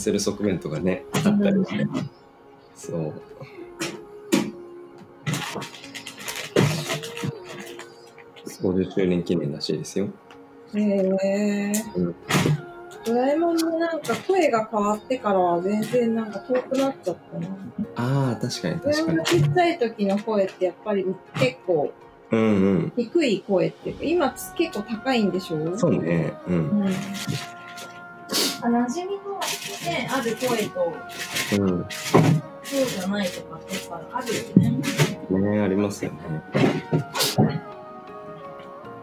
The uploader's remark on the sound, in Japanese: オンライン越しの朝から聞こえる、鳥の声。平日の朝8時、それぞれのSoloランニングから帰宅したメンバーとオンラインスタジオで集い。